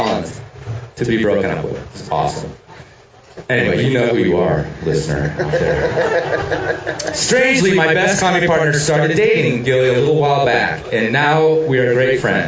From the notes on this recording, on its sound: Live from Bonfire Coffee 2016. A live listener mail from Bonfire Coffee in downtown Carbondale, CO.